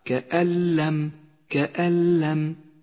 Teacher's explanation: يلبثوا كأن لم النون الساكنة وبعدها حرف اللام إدغام بلا غنة تسقط النون من اللفظ ولذلك ميزت باللون الرمادي في مصحف التجويد وتشدد اللام التي بعدها كألم كألم والآن اقرأ قوله تعالى كألم يلبثوا إلا ساعة من